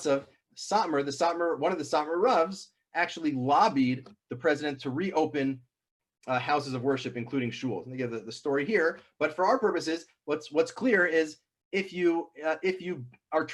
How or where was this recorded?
video call